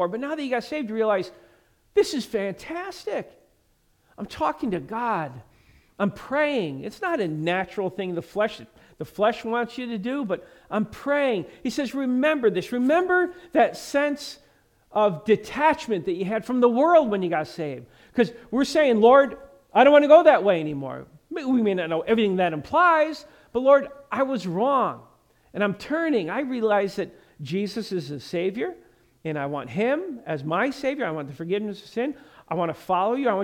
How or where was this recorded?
large echoing room